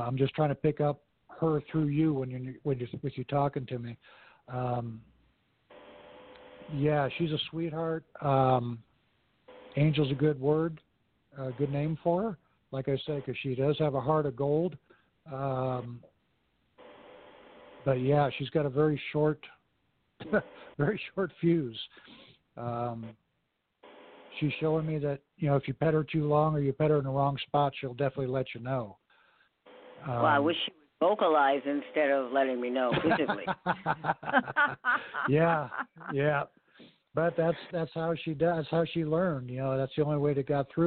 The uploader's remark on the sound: take a few calls from audience members